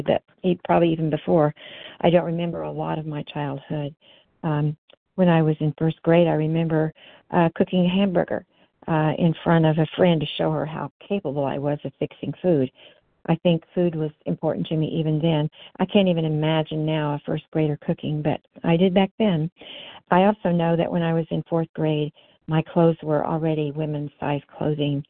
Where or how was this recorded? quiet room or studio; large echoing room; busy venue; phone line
phone line